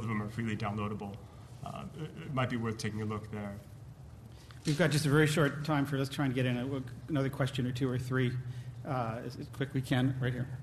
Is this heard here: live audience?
yes